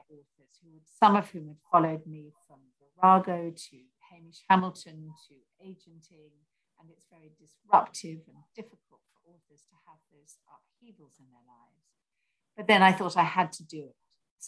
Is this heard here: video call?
yes